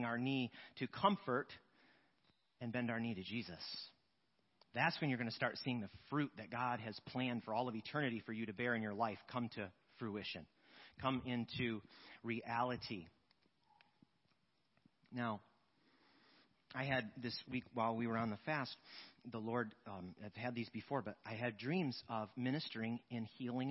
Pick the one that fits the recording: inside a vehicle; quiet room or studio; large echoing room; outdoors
large echoing room